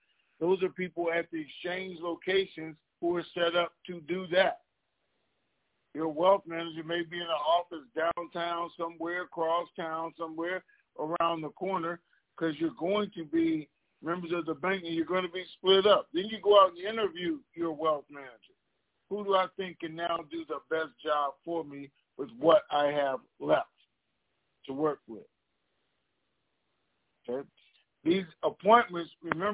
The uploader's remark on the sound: TNTSuperfantastic Conference Call.